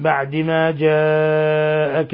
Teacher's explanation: مد متصل لاتصال الهمزة بحرف المد في نفس الكلمة، يمد من 4 إلى 5 حركات